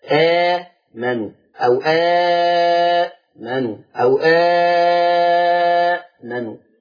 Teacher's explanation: حفص كان بيعمله اثنين ورش بيعمله اثنين وأربعة وستة · Term: مد بدل